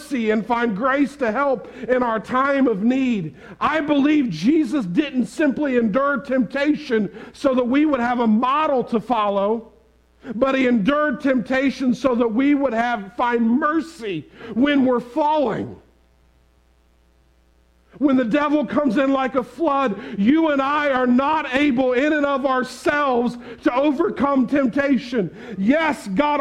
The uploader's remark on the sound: Preached this sermon on Sunday March 13, 2022 at the Tarrant Bible Methodist Church.